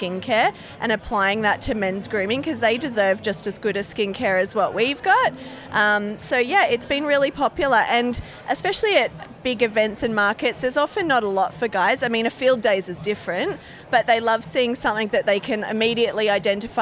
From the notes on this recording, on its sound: Live at 2023 Henty Field Days. A live roving interview from the 2023 Henty Field Days. I get out amongst the 3500 businesses across 1200 sites and 14km of shopfront on 105ha - the biggest exhibition space in the country. At times you will hear the sounds of our surroundings whether it's some of the 60,000 people in attendance, nature, machinery or a PA system.